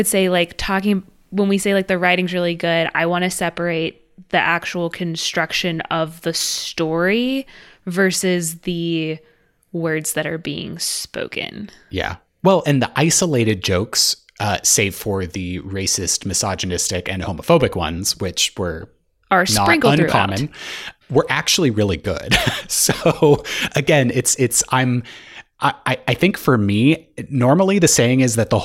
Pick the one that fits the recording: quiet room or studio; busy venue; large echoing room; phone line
quiet room or studio